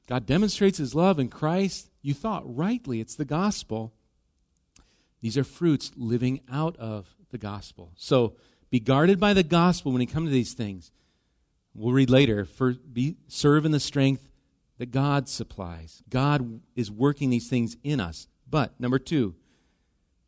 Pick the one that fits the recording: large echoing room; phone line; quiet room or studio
large echoing room